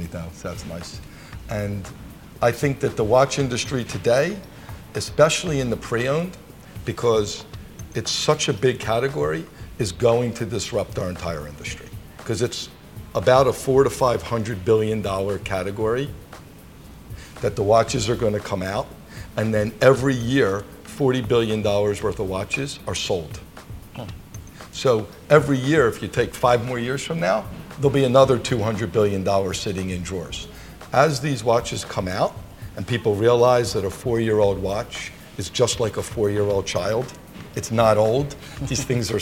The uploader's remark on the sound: At the Breitling Boutique on Madison Avenue in Manhattan – you'll hear the sounds of the store and some construction next door.